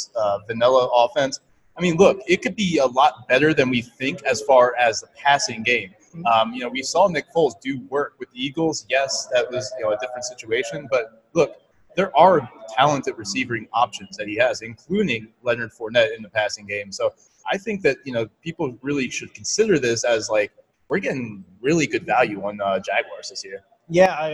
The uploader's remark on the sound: LIVE From the Midwest Fantasy Football Expo. This episode takes place live at the Midwest Fantasy Football Expo.